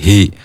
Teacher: Hi huruf h dari tenggorokan yang paling bawah.